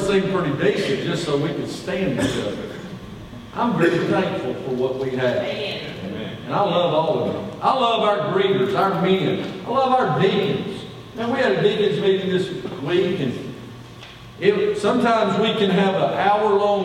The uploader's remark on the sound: Sunday Morning Worship